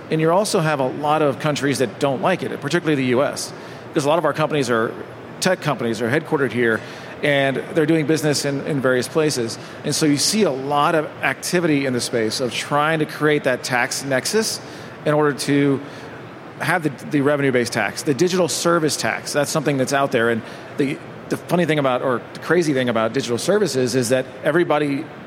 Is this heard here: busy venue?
yes